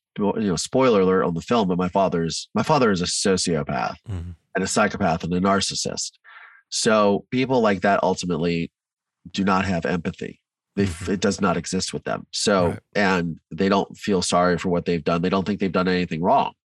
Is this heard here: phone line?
no